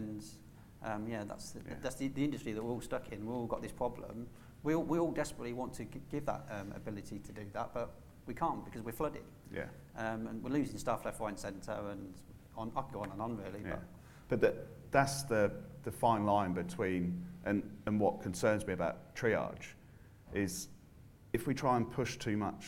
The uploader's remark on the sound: This episode was recorded with a live audience at the MSAB UK June event at Chester Racecourse.